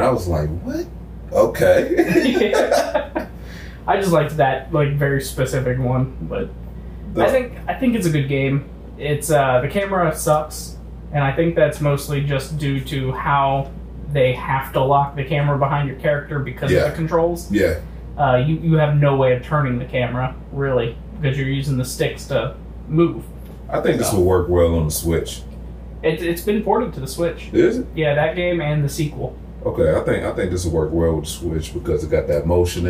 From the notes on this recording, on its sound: Terrible sounding mics.